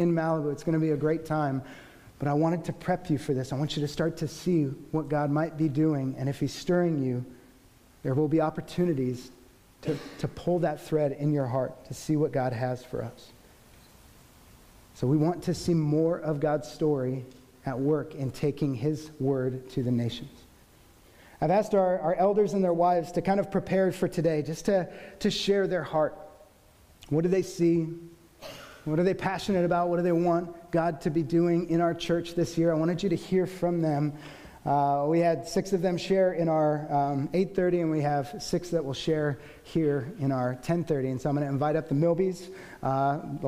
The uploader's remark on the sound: The team of six elders were split between our two services, so the recording will include each set of elders at both services.